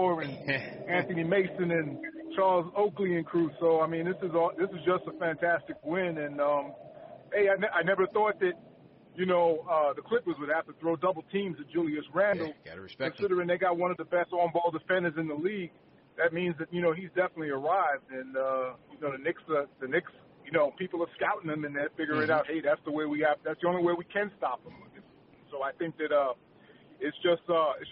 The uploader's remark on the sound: Post Game Show. Take live phone calls from fans around the world.